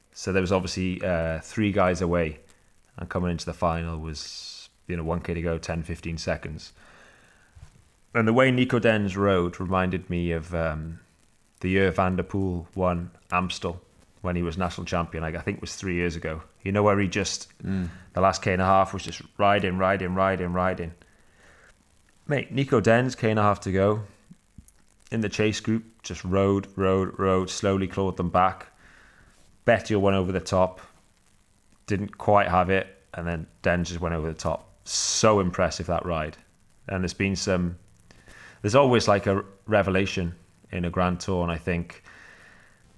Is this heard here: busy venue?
no